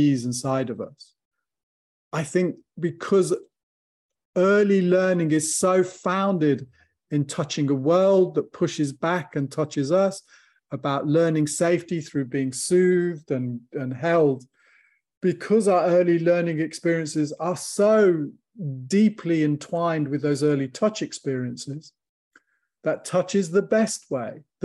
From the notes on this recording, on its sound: From the archives, audio from webinar.